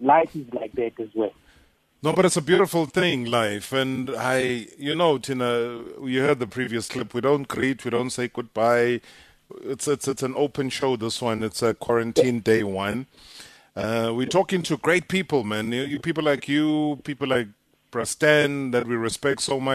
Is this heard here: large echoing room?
no